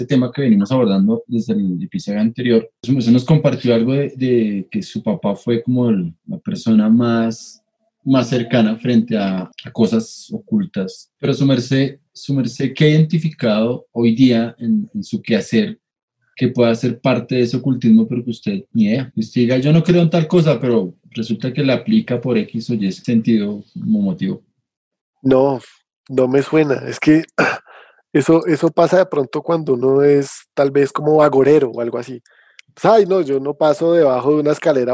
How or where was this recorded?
video call